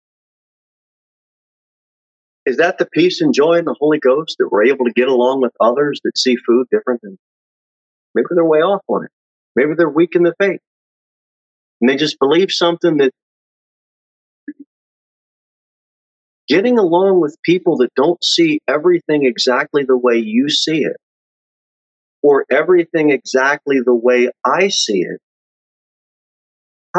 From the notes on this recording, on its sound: Sermon delivered at Pilgrim Baptist Church.